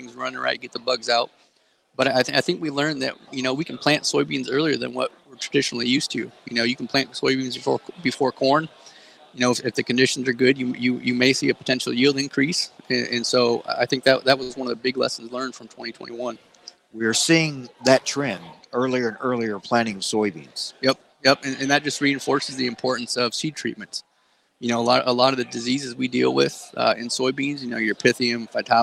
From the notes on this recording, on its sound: Live from DTN Ag Summit in Chicago.